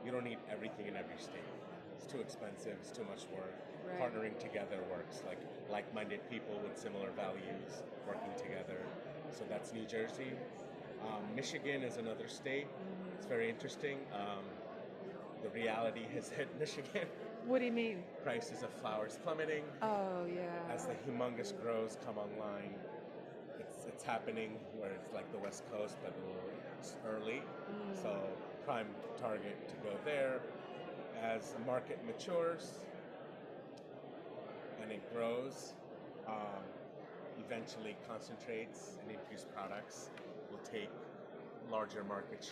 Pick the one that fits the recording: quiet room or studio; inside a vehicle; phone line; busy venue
busy venue